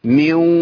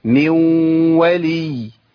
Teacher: واو بس فيها غنه، لان الصفه فضلت موجوده بتاعت الغنه بس مع الواو · Term: ادغام ناقص